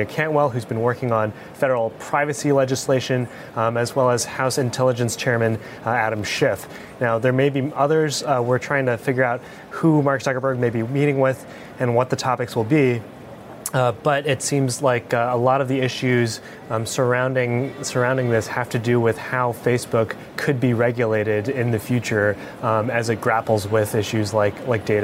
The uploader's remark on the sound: live from the New York Stock Exchange